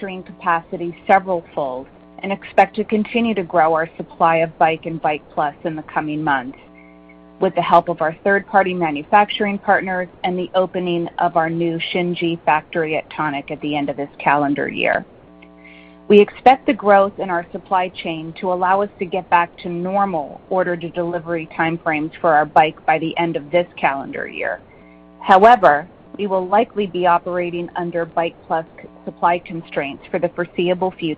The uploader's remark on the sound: Q3 2020 Results Earnings Conference Call